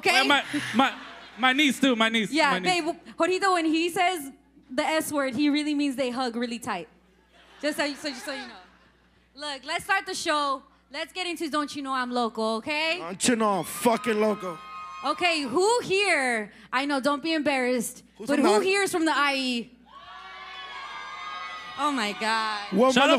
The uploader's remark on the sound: Live from the El Rey Theatre in beautiful Los Angeles, CA. Perform the podcast in front of a live audience of over 500 people. Recruit people in the crowd for juicy Sombra Sala stories.